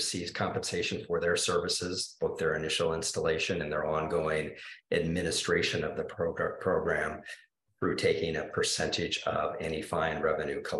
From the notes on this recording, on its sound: University Heights City Council Meeting of April 11, 2023 was held on Zoom.